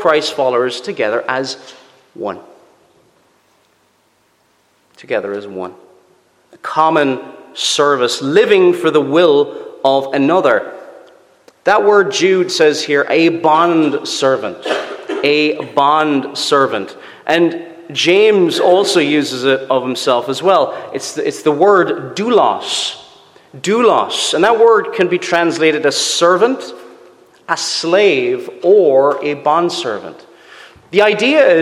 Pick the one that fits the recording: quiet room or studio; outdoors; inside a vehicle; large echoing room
large echoing room